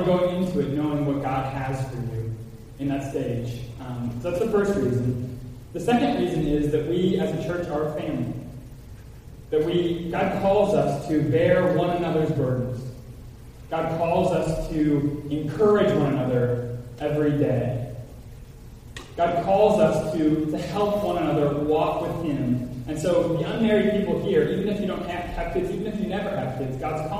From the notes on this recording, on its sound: Apologize ahead for echo in Audio recording.